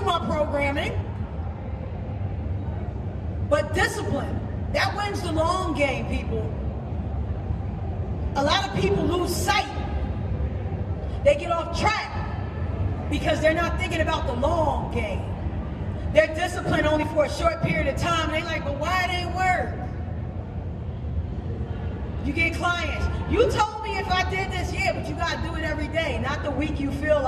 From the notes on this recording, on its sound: Live From Toronto Canada.